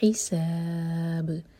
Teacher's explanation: سین سیٹی والی آواز کے ساتھ اور با پر رکیں گے تو با پر قلقلہ ہوگا.